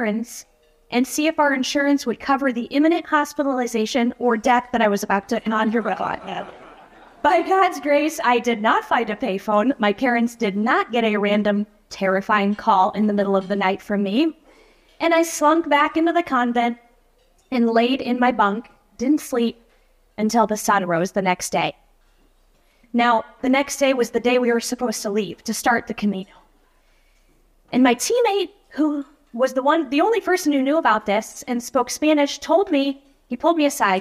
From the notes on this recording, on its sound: This episode is a recording from a speaking engagement earlier in the year.